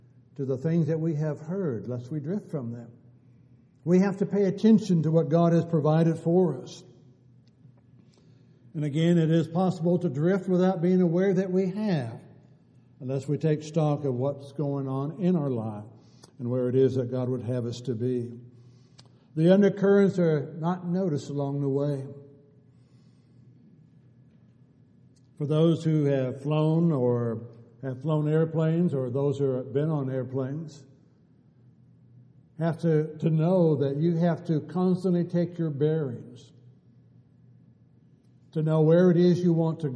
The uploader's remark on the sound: Downtown Church Of Christ Audio Sermon